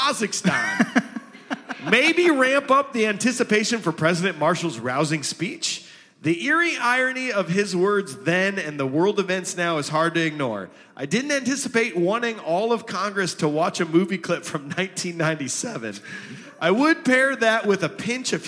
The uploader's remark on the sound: We are in front of LIVE studio audience in Cedar Rapids, IA.